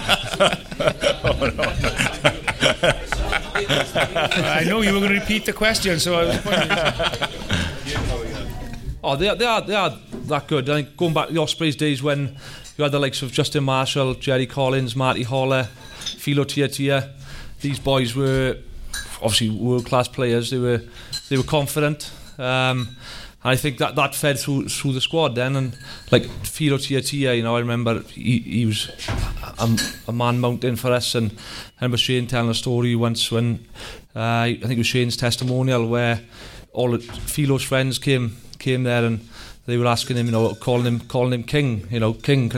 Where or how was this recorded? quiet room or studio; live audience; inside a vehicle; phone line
live audience